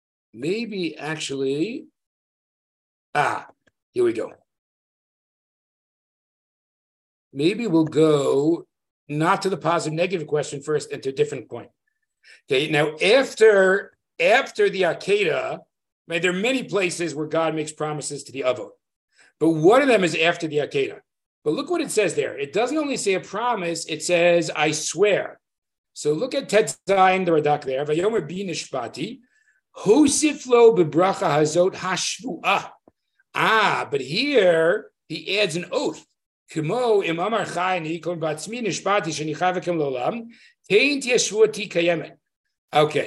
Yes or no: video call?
yes